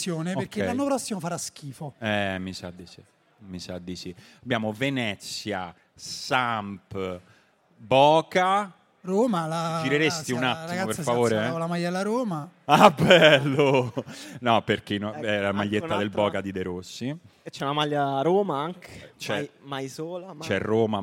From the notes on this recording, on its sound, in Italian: La nostra puntata registrata da Apple Piazza Liberty, Milano.